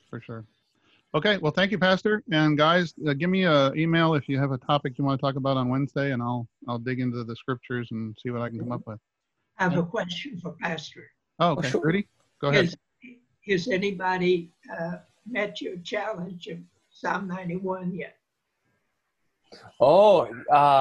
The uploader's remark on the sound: ZOOM recorded Bible Classes